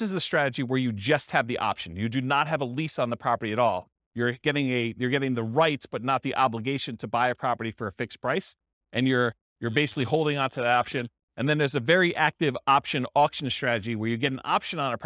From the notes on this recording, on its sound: This was a live class recorded